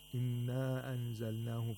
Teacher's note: we have maddul munfasil, a disjunct lengthening, because there's a long vowel followed by a hamza in a separate word, not in the same word as the long vowel.